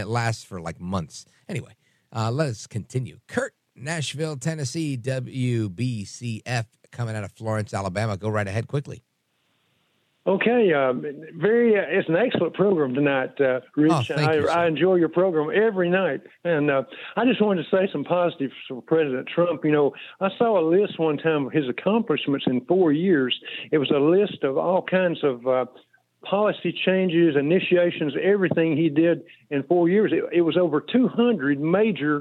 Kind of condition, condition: link, phone line